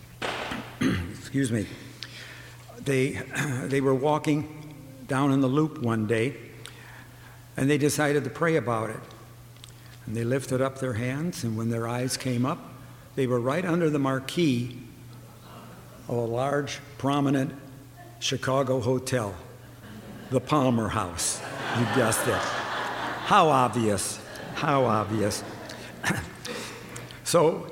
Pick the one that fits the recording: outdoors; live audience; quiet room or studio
live audience